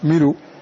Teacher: فنحرك اللام هنا بحركة الهمزة